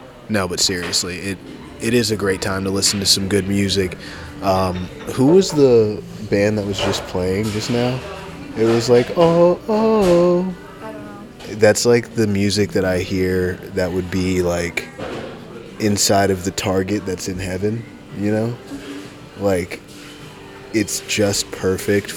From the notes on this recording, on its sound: All live from a few different coffee shops in Downtown Royal Oak, Michigan. Sorry if the background noise is too loud.